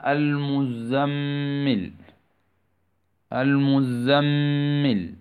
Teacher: لأن الميم حرف غنة، إذا كانت مشددة تظهر فيها الغنة